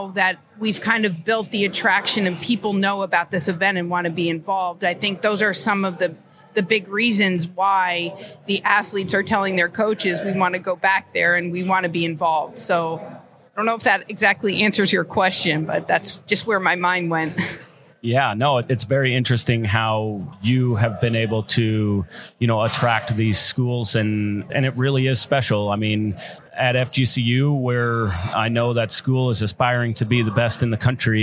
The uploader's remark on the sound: Live at the Collegiate Open